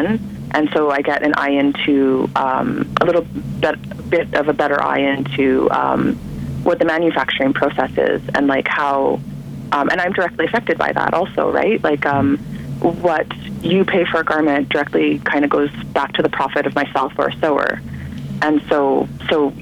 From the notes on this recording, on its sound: on the phone for the February edition of Bike Bits